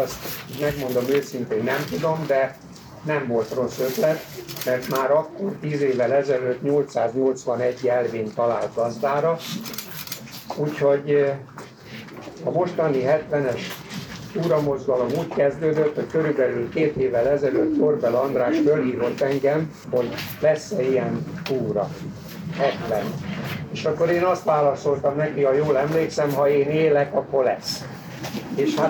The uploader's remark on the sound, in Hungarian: Amely rendhagyó módon nem egy személyesen vagy online felvett beszélgetés, hanem tudósítás egy rendezvényről.